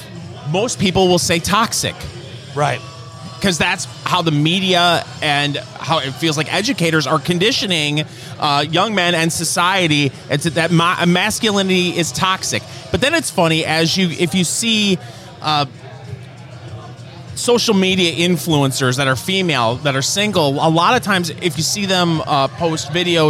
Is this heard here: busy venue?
yes